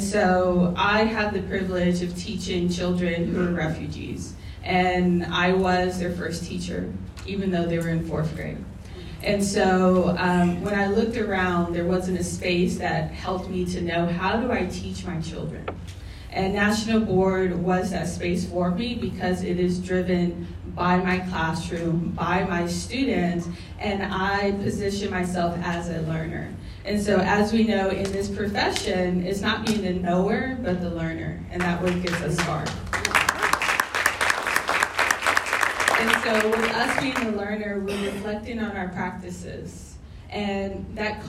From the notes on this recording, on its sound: Live Podcast from San Antonio - Texas National Board Coalition for Teaching Annual Conference. The Texas National Board Coalition for Teaching hosted the National Board Conversations team to perform a podcast in front of a live audience at their annual conference. The episode features a panel of speakers from Texas.